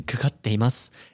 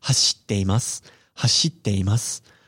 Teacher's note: important to know that there's a small pause there. And this will often happen when using the base te form.